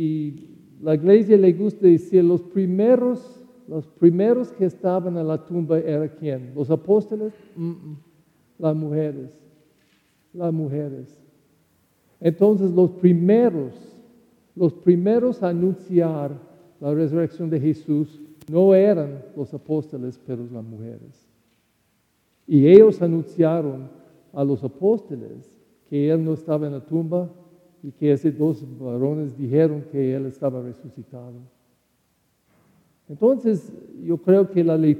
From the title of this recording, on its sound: Celebration of Holy Saturday at the Easter Vigil in the Holy Night of Easter